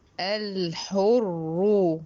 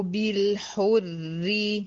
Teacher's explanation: هنا الري معايا مشددة بالضمة مفخمة، بالحري مشددة بالكسرة مرققة